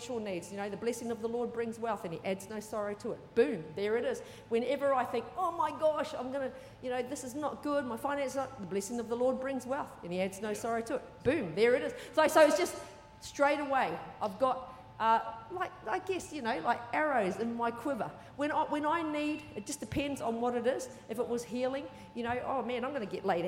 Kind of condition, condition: setting, large echoing room